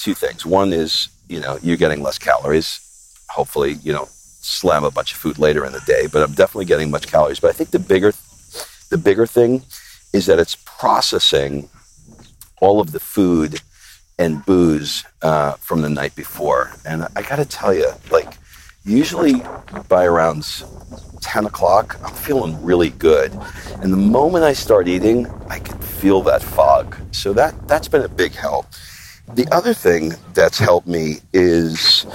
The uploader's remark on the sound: I take a walk and talk